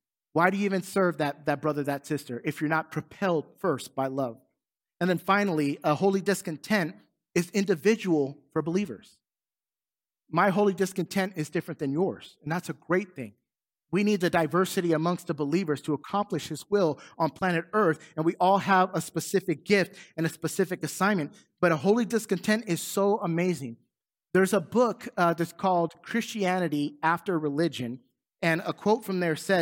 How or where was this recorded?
large echoing room